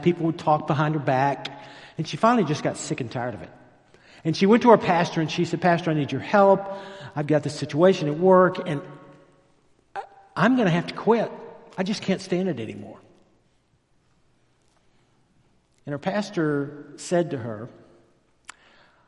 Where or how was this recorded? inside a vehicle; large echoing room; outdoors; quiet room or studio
large echoing room